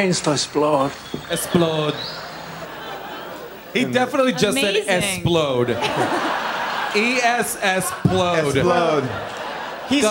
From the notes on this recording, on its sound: Recorded live at the Bell House